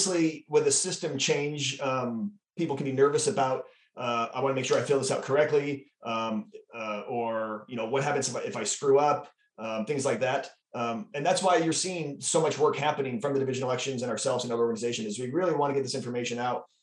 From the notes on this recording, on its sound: RECORDED: Wednesday, April 27, 2022 via Zoom. Addressing Alaskans features local lectures and forums recorded at public events taking place in Southcentral Alaska.